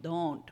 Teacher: the D in English, you know, isn't in between your teeth. It's at, you know, your tongue is on the top of your roof of your mouth.